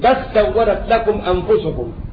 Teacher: وأدغم لام بل في السين · Term: إدغام